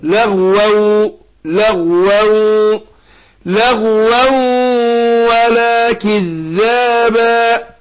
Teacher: تنوين بعد واو إضغام بغنة